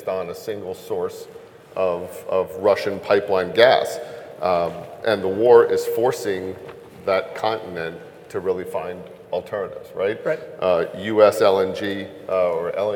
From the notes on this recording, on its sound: Blackrock at THRIVE Energy Conference. At the Daniel Energy Partners THRIVE Energy Conference in Houston.